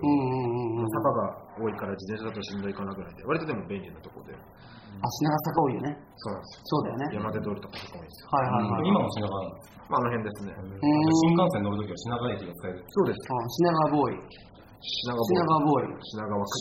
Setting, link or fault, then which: setting, busy venue